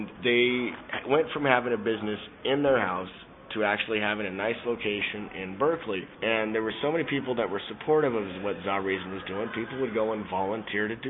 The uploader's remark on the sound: recorded at SELF 2010